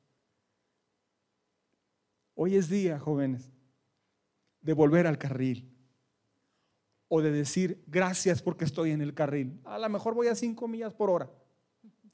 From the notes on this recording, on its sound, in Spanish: Este fue grabado durante un evento de Navidad en la Iglesia para los jovenes.